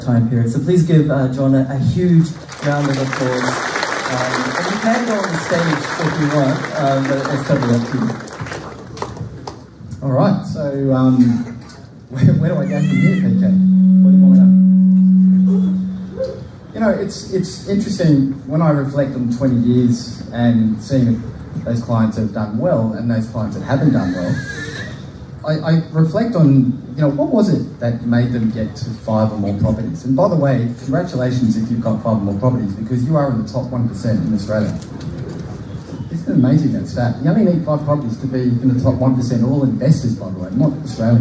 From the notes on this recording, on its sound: a live in-person Property Meet Up at the Castle Hill RSL Club, Sydney